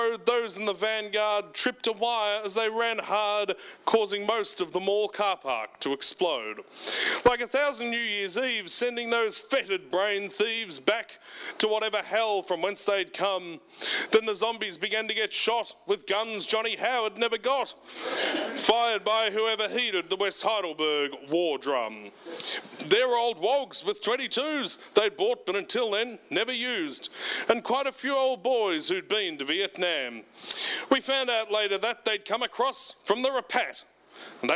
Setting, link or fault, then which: setting, busy venue